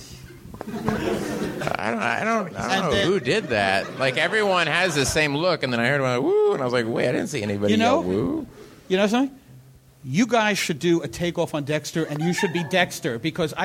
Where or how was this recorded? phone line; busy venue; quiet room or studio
busy venue